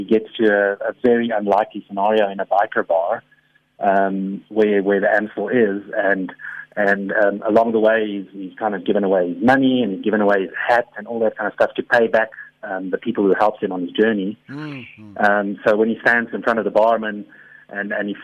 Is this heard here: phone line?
yes